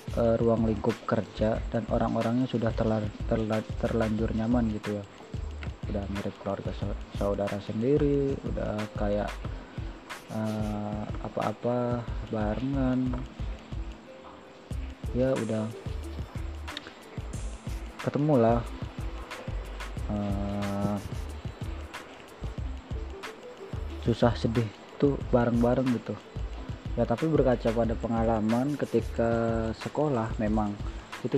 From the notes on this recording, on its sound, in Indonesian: Btw ini direcord berbarengan sama turunnya hujan.